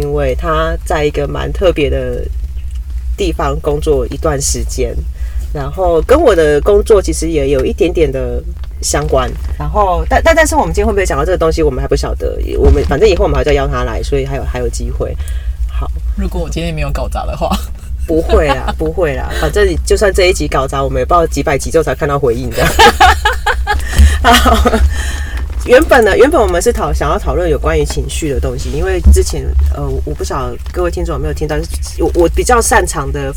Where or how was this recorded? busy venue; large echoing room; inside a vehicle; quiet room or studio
inside a vehicle